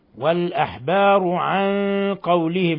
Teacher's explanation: نون ساكنة جاء بعدها القاف إخفاء حقيقي.